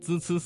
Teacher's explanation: 共同创作出《金石录》。这是一部记载金石的一个属于史学方面的书。金石是什么东西？金应该就是指的青铜器之类的，石就是石刻。实际上金石就是文物的代名词。赵明诚写了好多年，从汴京时期就开始准备，到了青州，生活比较优雅了，闲散了啊，就开始写。李清照也帮着他，两个人一块研究。李清照呢就给他做了编辑，啊，给他补充了好多的材料。啊，为了让这部书能够流传后世，让赵明诚的心血不会白流，李清照就上表朝廷，要求朝廷予以重视，能够让这本书得以问世。《金石录》虽然署名是赵明诚，但是这里面从编写到出版都有李清照的心血，这是两个人爱情的见证。在刚才的节目当中，我们听到了一些声母是滋滋滋的字，比如花自飘零水自流的字，一种相思的思，才下眉头的才等等。这里我们继续为大家讲解发好声母滋滋滋的要领。声母滋滋滋发音的时候，舌尖平伸靠近上齿背，形成一条合缝，让气流从中挤出来，声带颤动，大家可以自己感受一下。具体来讲，发